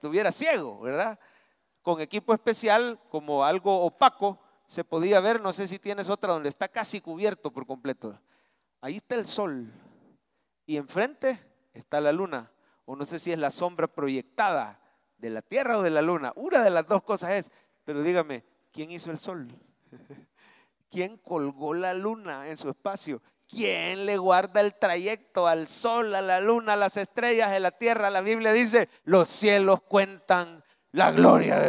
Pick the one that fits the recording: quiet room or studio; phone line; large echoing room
large echoing room